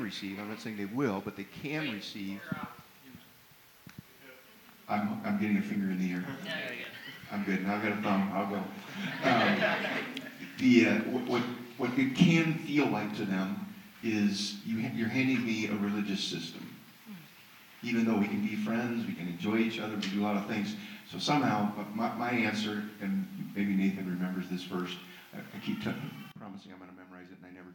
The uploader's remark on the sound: Panel and Q&A - Me and My House Summit